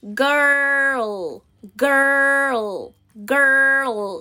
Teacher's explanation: a língua vai lá atrás no girl, tá lá para trás, virada para trás